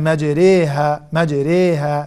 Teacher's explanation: إمالة كبرى بين الألف والياء تماما